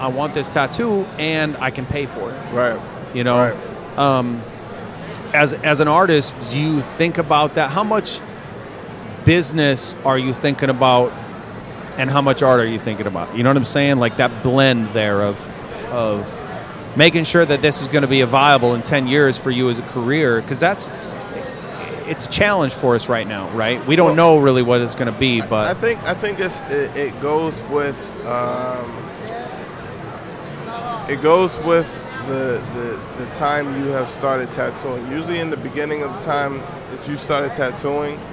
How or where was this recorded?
busy venue